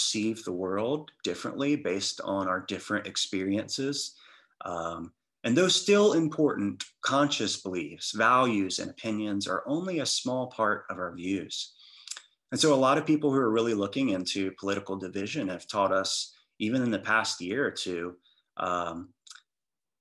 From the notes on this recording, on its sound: recorded on Zoom